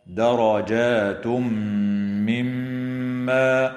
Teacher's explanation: وإدغام بغنة للتنوين في الميم